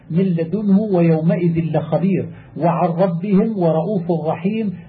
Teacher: يدغمان بلا غنة في اللام والراء، فيبدل كل من النون الساكنة والتنوين لاما ساكنة عند اللام وراء عند الراء، ويدغم فيما بعده إدغاما تاما لجميع القراء، نحو من لدنه